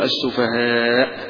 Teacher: على تسهيل آخرها، إذا وقف عليها لن يقف على أنها همزة، الجمهور يقفون يقول السفهاء بهمزة في آخرها، لكن حمزة إذا كان يقف على همزة لا ينطقها، فيقرأها